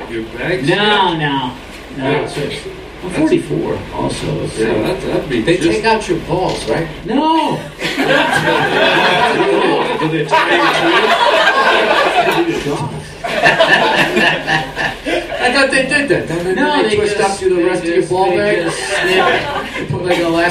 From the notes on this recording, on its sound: Recorded Friday July 31st, 2015 At The Comedy Store. All Things Comedy Live Podcast. At The Comedy Store Los Angeles, CA.